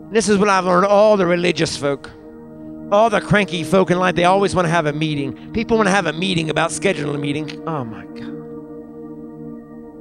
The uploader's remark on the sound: recorded from our Sunday Morning Live service at Fresh Fire Church in Uniontown, PA